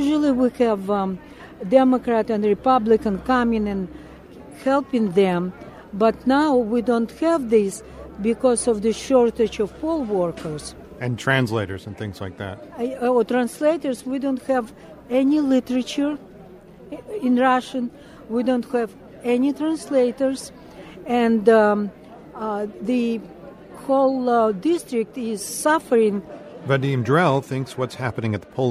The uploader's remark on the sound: talks with a poll watcher and an election coordinator at the Shorefront Jewish Community Center in Brighton Beach.